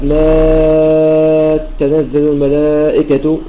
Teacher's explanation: عنه يعني عن البزي، فيقرأ البزي بتشديد التاء ما تنزل الملائكة، وإذا شدد التاء فسيقوم مد لازم كلمة مثقل لمدة ست حركات